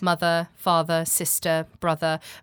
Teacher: we have what's called a non-rhotic accent here. So you might drop R's at ends of words.